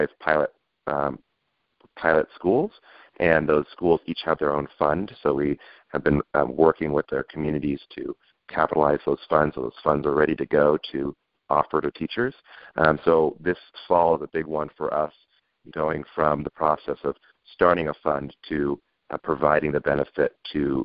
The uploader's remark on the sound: This is KLX Berkeley 90.7 FM. Public affairs show here at Calex. Joins us by phone today. He's traveling on the road.